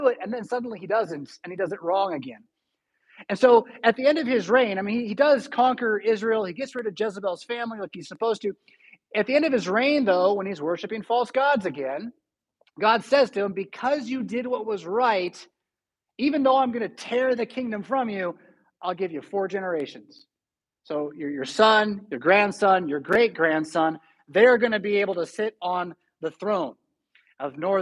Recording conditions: large echoing room